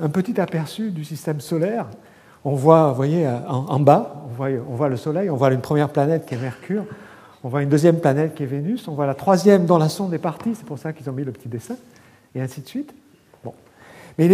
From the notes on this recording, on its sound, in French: Colloque de rentrée 2011 du Collège de France